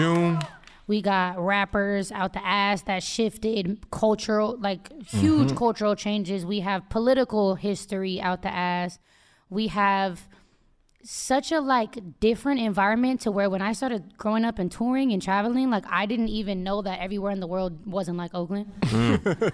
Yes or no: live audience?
yes